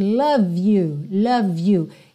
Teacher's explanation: Eu também ligo, porque o E de love não é pronunciado. Então, eu já ligo o V no you. Embora Y não seja uma vogal, seja uma consoante, ela tem um som de vogal, you, ok?